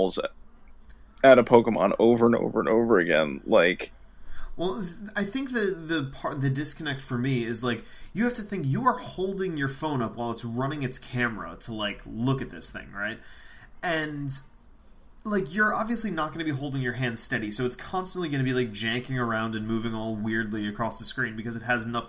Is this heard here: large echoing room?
no